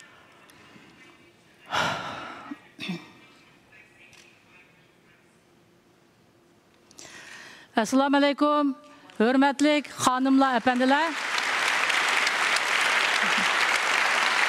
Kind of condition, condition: setting, busy venue